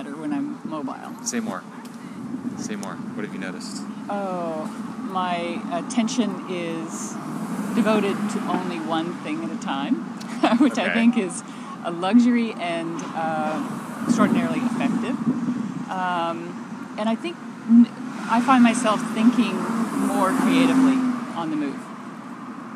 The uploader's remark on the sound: Walking Podcast!